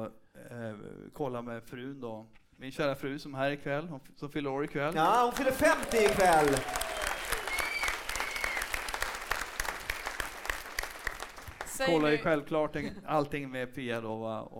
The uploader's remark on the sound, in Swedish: Live i Göteborg!